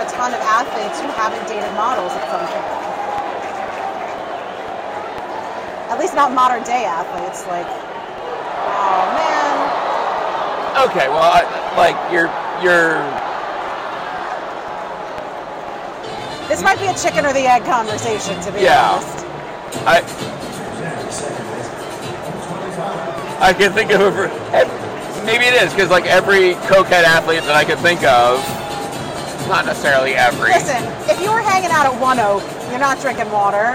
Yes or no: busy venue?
yes